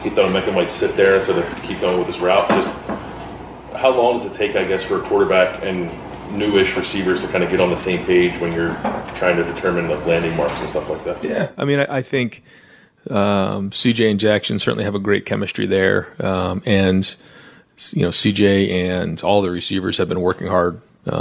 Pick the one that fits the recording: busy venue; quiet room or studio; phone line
busy venue